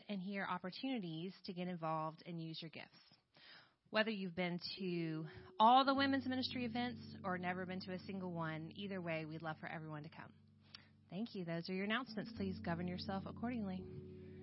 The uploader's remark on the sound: The Village Church - 2022/05/15 - Audio